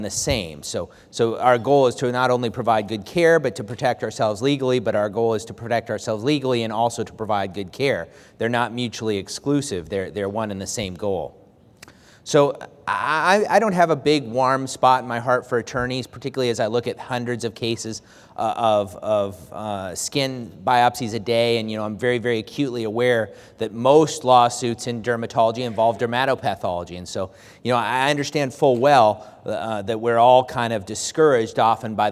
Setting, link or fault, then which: setting, large echoing room